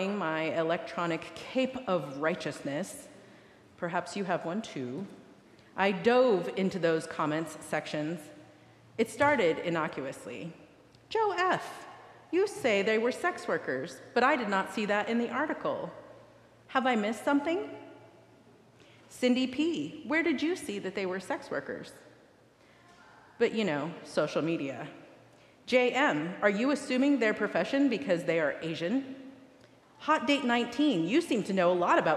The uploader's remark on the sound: recorded live at the 10:00am service on Sunday, April 23rd, 2023.